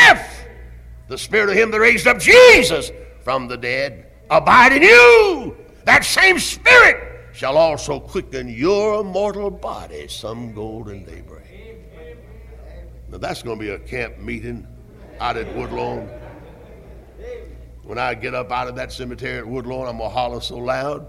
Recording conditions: large echoing room